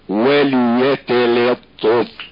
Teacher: فيجب عليه ترقيق الياء والتاء واللام خوف اختلاطهم بطاء يتلطف